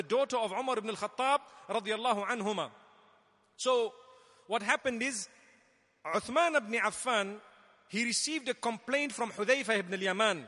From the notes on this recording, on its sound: Delivered at Tuanku Mizan Zainal Abidin Musjid